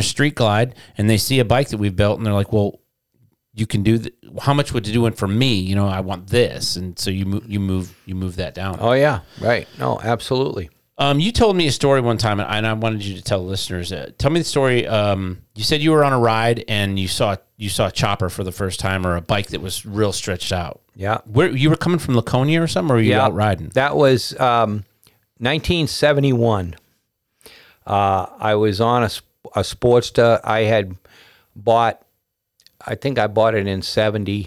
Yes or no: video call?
no